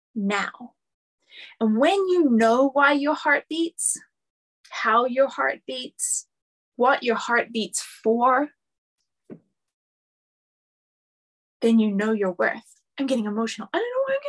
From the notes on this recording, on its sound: This was a bonus lecture from Roots and Wings recorded during a Venus Retrograde in Leo Season, July 2023.